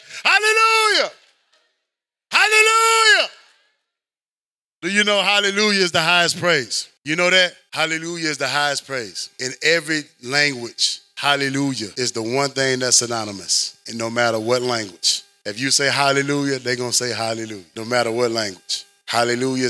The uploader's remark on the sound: Audio Rip from Chapel. This is the audio friendly copy of the chapel sermon.